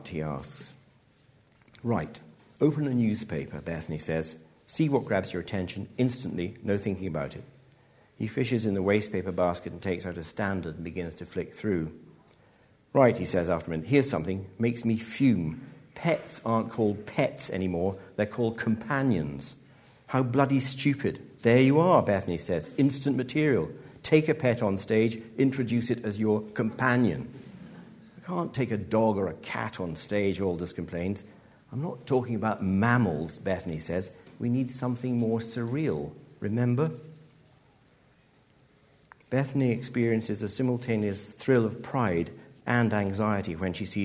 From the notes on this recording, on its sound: Live at BAFTA. This episode was recorded in collaboration with BAFTA 195.